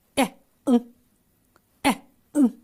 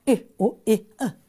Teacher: 就错误的用声门来控制，所以就出现了一个声门的爆破音啊